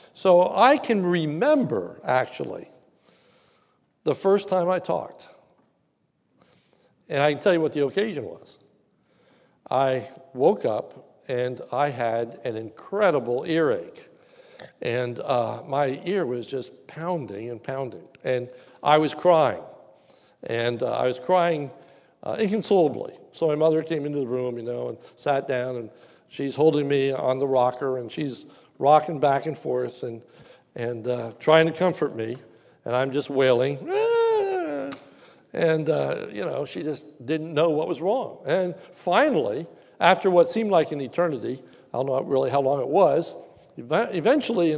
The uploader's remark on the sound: This is a sermon recorded live at the Lebanon Bible Fellowship Church in Lebanon, PA. During the evening service.